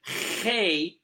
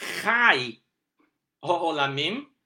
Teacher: pronounce the word not as Chei, vowel A, called Tzere, but as Chai Olamim, which is life, but with the ah vowel called patach